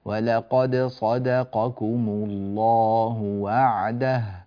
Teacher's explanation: الدال مرققة واقعة بين مفخمين